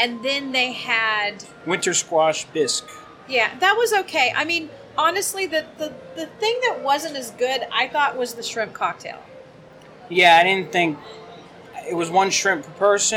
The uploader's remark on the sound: We record this show live from the Wilderness Lodge on opening night to bring you a review of the newest character dining experience at Walt Disney World!